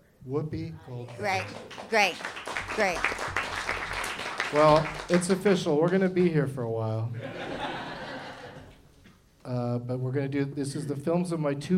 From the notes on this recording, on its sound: Live from the Gateway Theatre in San Francisco as part of SF Sketchfest